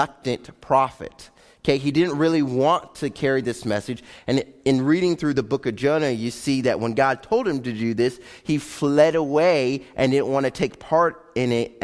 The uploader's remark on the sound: Live Broadcast of Faith Baptist Church